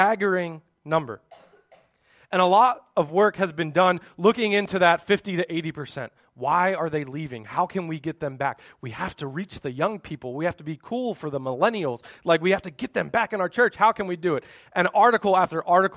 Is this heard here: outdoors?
no